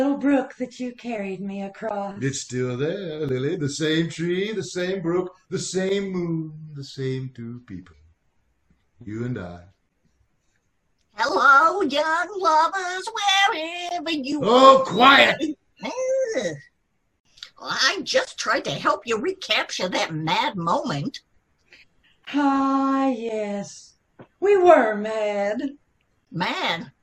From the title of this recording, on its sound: KCAL Zoom recording